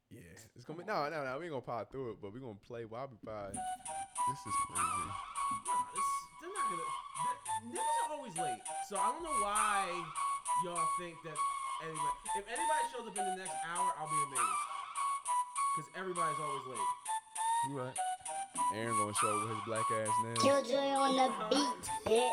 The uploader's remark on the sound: The boys are in town but only temporarily because the recording messed up.